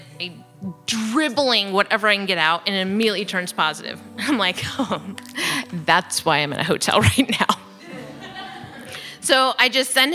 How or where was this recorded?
live audience